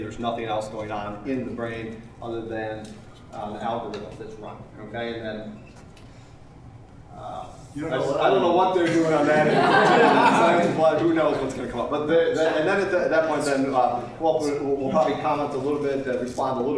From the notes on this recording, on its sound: This Panel Discussion was part of the Science and Faith Lecture Series at Franciscan University of Steubenville.